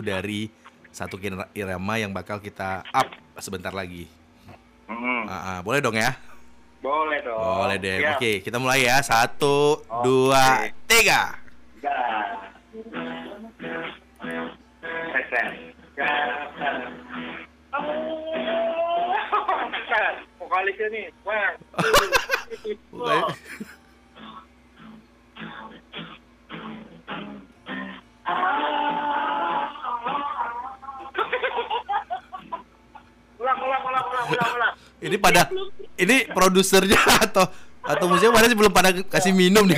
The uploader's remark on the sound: Live Phone. Di studio 101.1 FM.